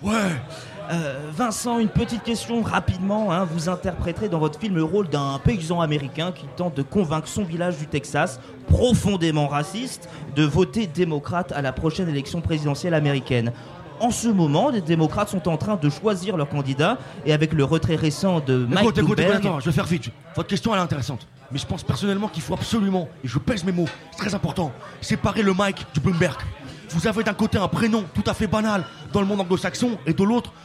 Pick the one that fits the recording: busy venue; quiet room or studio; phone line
busy venue